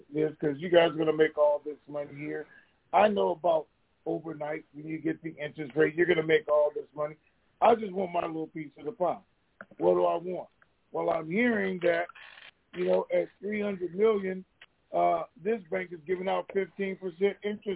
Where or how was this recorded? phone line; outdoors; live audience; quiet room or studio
phone line